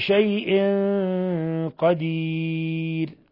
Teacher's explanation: تنوين كسر جاء بعده القاف الحكم التجويدي إخفاء حقيقي